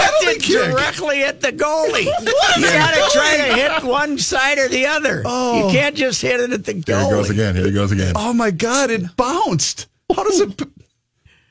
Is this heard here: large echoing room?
no